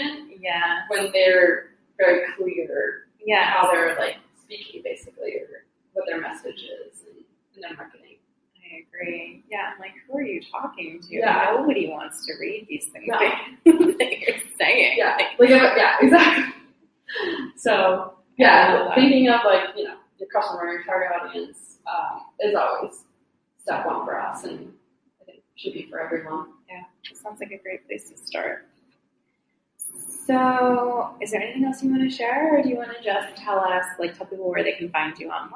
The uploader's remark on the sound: the audio is a little echoey so bear with us